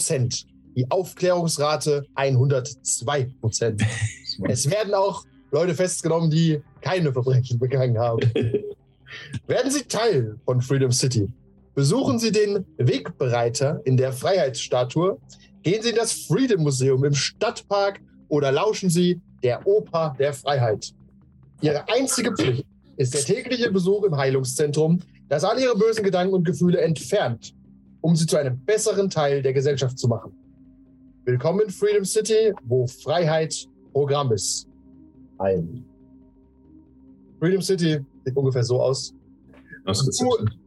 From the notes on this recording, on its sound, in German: Entschuldigung: Unser Zoom hat versagt und der Ton ist in dieser Folge suboptimal.